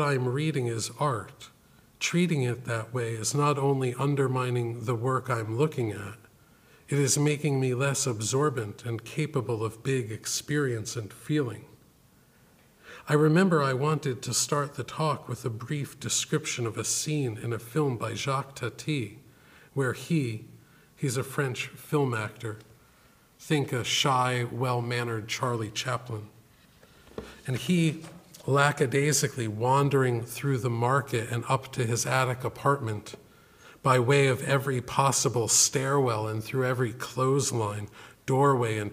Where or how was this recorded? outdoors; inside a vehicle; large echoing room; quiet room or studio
large echoing room